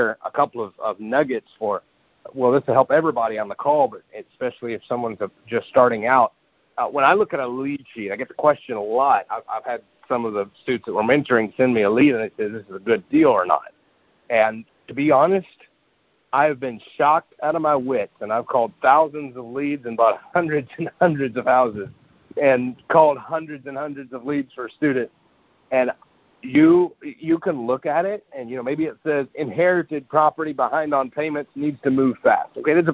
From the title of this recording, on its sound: Gold Club Q&A Call